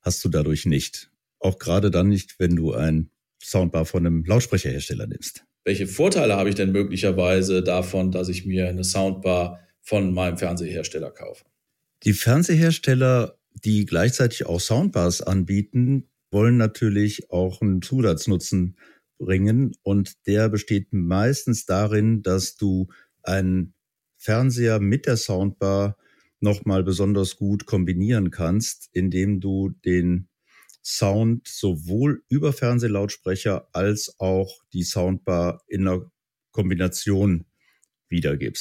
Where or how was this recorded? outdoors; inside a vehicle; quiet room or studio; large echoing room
quiet room or studio